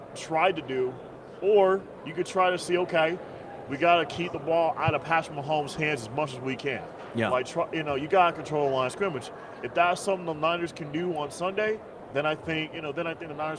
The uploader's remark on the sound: Live from Super Bowl LVII